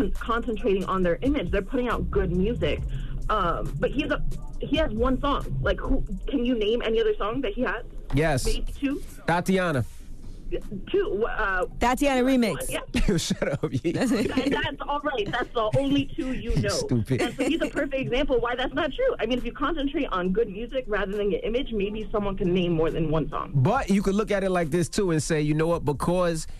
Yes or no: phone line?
yes